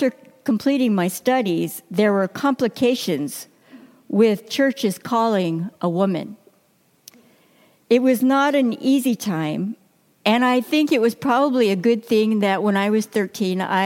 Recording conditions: large echoing room